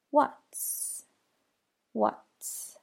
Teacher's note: So do move the tongue up to the roof of the mouth to make that stop for the T.